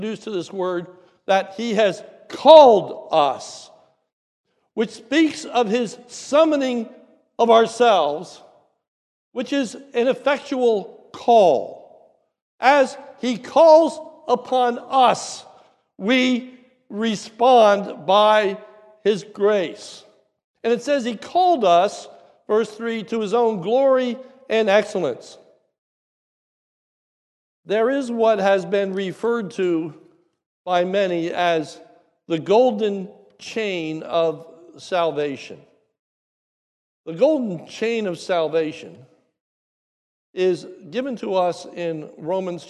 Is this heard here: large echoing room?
yes